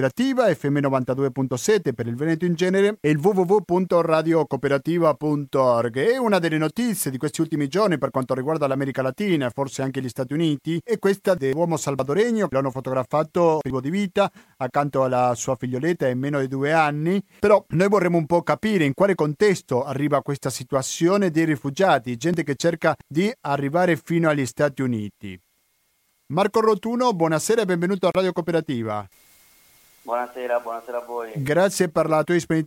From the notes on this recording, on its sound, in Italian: Al telefono